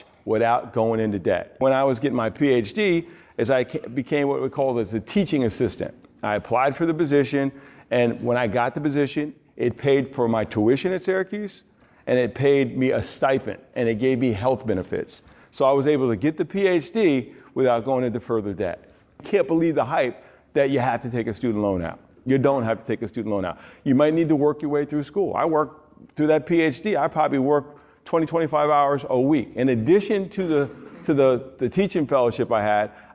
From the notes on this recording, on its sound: With a live audience of student athletes and coaches at Herkimer County Community College in New York.